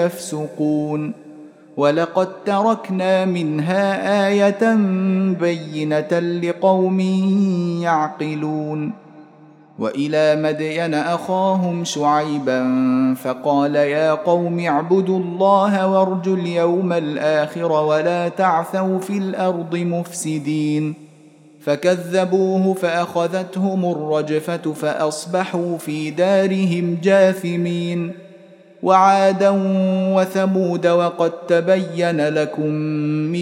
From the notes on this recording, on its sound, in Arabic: مسجل من صلاة التراويح بمسجد السلام بحي مشرفة بجدة.